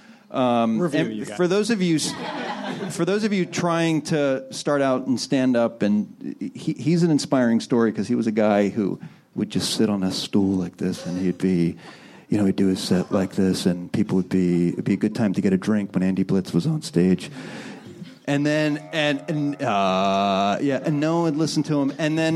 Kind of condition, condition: setting, live audience